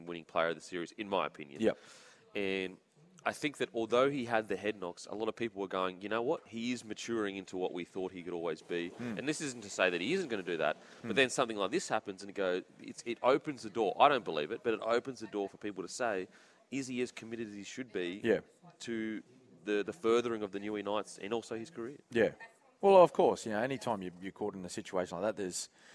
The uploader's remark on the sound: The boys are live from the brand new Spitwater shop in Gold Coast!